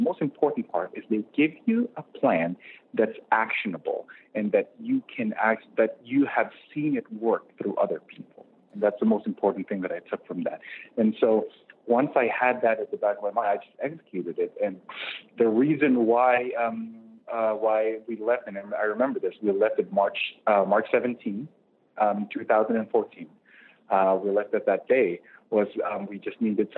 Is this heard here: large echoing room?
no